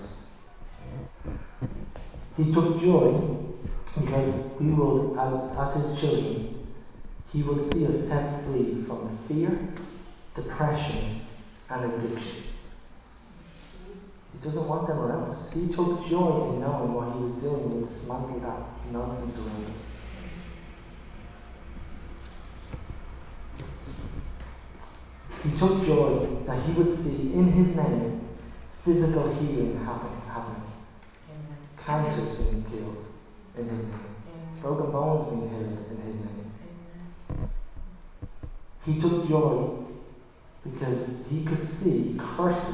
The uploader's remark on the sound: Recorded live at Liberty Church on 13 September 2020